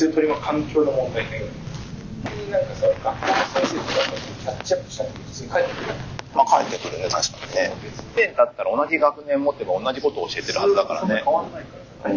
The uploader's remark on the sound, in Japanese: 今回収録の設定の不手際より聞き取りづらいところが多々ありますが、ご了承ください。